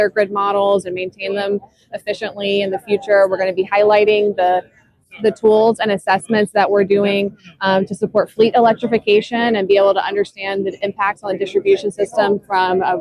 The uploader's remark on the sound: As well as some footage straight from the DISTRIBUTECH show floor.